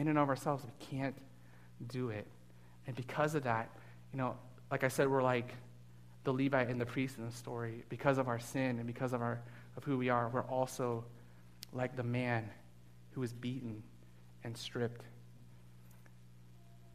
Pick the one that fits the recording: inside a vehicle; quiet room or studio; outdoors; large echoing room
large echoing room